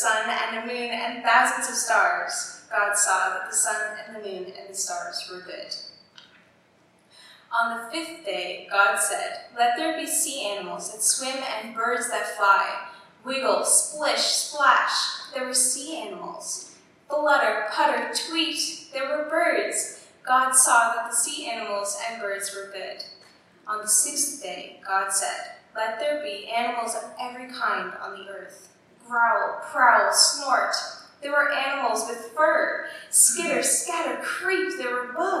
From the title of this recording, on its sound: Live worship service